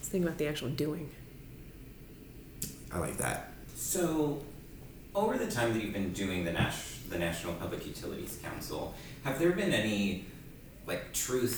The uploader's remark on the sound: We are LIVE and in person.